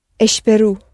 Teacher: we go down on the syllable before last and we surface on the letter O that sounds U. · Term: penultimate syllable